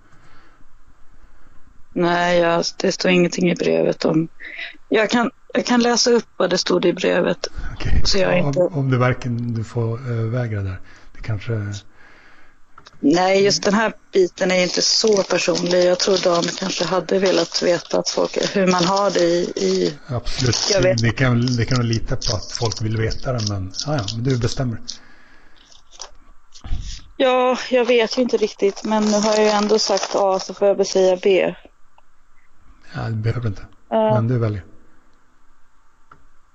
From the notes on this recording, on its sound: 201121: Skype.